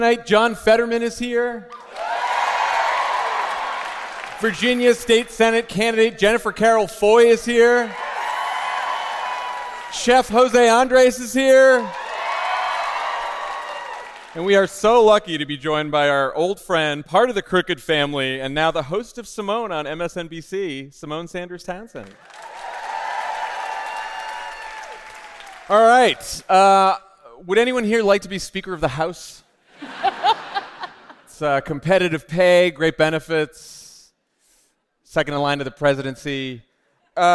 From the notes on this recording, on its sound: Live from DC! Live in Washington, DC!